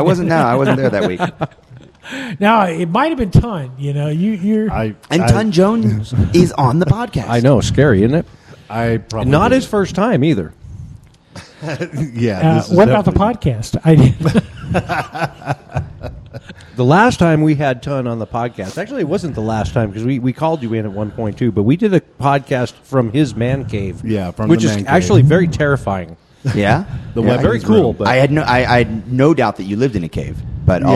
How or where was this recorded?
busy venue